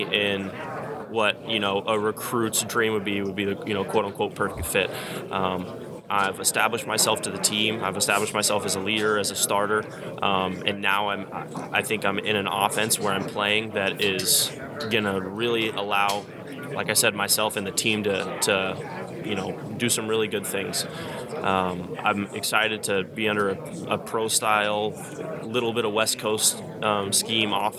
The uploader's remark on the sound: Live from AAC Media Days.